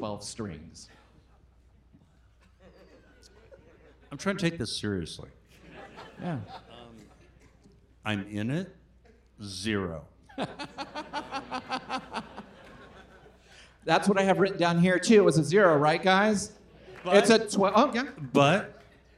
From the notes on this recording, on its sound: This week’s episode was recorded in front of live audience on Dec. At Cinema 21 in Portland, Oregon.